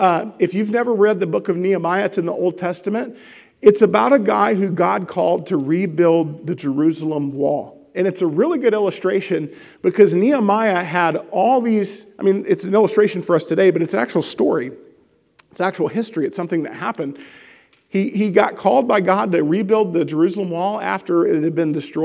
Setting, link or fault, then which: setting, large echoing room